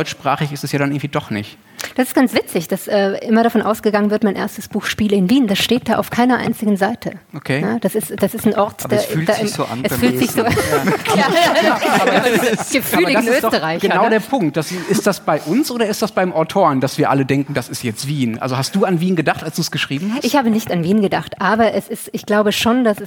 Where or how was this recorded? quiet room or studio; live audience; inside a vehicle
live audience